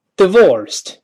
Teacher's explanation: 这个 D I 在这发 eh, eh, d, d,d，短音，发 eh，这个声音。